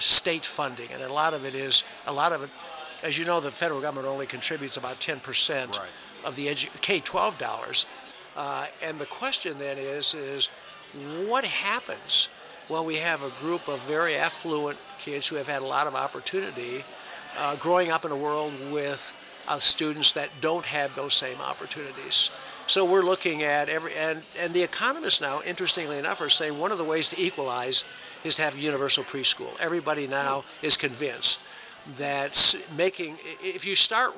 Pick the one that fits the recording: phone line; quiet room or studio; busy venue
busy venue